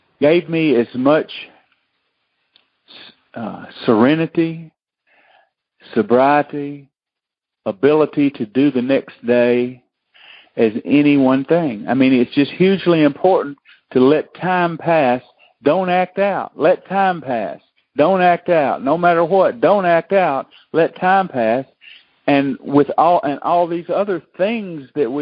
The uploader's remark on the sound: Monday Noon Phone Speakers Series